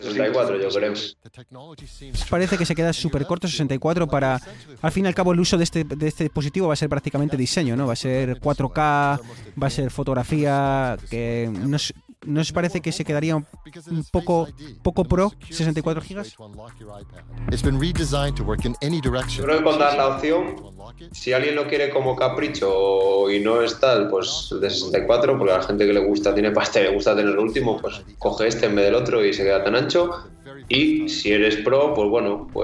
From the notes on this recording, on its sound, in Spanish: Hoy nos hemos animado a cubrir en directo la última presentación de Apple desde la Brooklyn Academy of Music de NY.